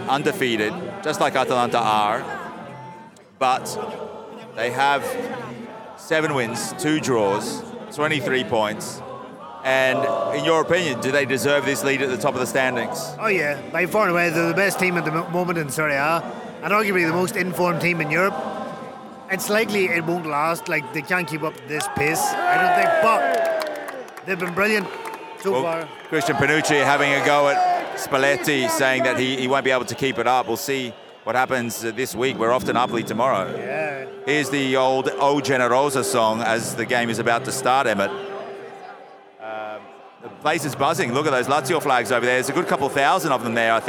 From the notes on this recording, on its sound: Live from the Artemio Franchi in Florence. Live from Fiorentina's Stadio Artemio Franchi. The ambience pre-match of the Fiorentina Lazio Serie A match on October 10th, 2022.